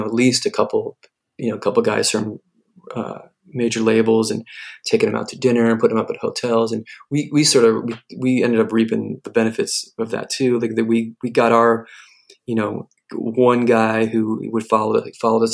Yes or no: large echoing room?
no